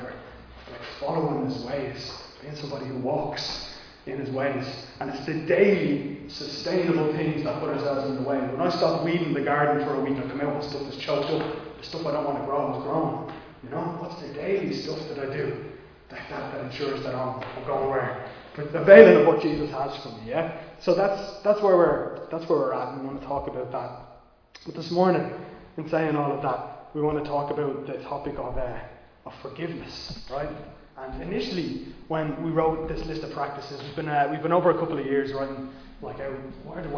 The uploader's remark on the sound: Recorded live in Liberty Church on 23 January 2022